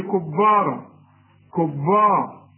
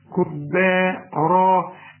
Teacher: الباء والمد بتاعهم مرققين · Shown in: second take